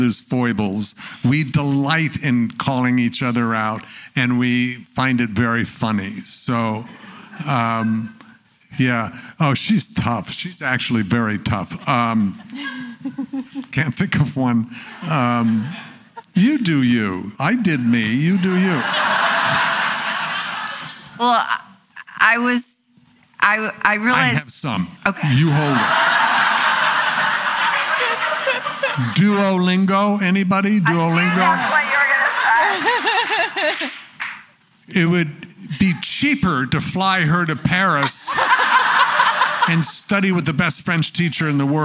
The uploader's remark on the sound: This conversation is presented by Variety , and was recorded live at ATX TV Festival Season 12 (June 1-4, 2023) in Austin, TX.